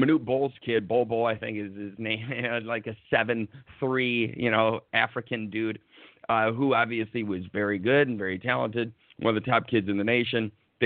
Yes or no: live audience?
no